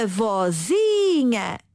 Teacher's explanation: O acento tónico avança uma posição.